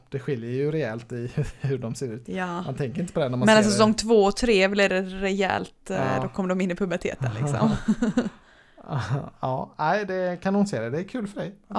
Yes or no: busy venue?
no